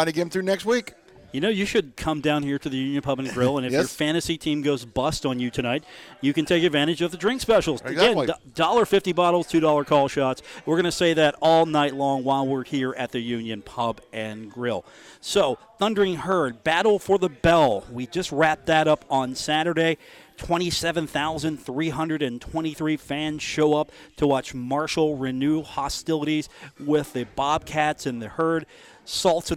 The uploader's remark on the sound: comes to you live from The Union Pub and Grill in Huntington, WV